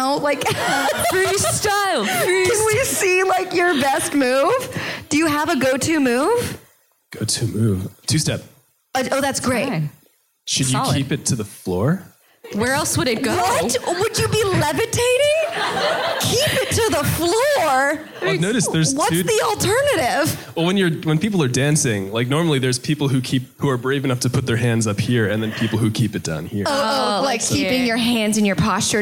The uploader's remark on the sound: Live in Pittsburgh! A live show hosted by the Filipino Students Association at the University of Pittsburgh.